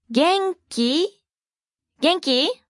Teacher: Please note the rising intonation.